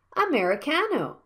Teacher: The fourth vowel is a stressed syllable, and the first vowel should be sounded silently and quickly